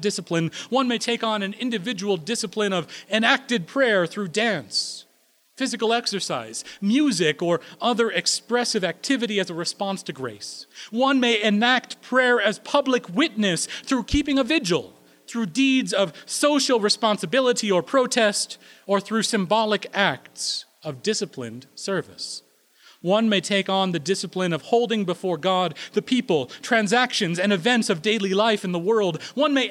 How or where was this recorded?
large echoing room